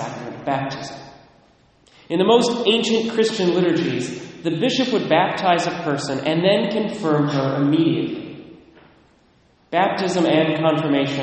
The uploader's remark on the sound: Recorded at Immaculate Conception in Mount Vernon, WA